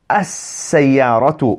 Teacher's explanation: we don't pronounce the lam. As-sayyaratu, we join directly onto the scene. · Term: sun letter